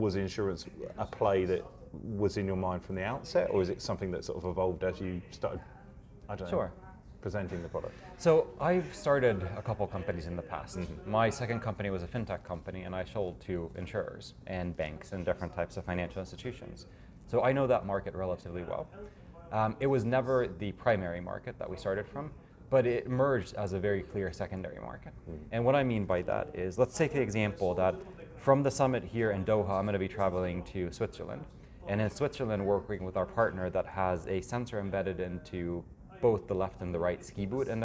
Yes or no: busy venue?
yes